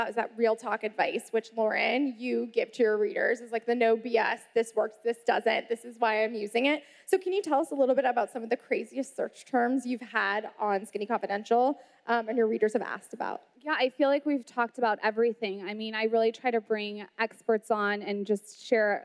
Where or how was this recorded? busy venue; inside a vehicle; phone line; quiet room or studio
busy venue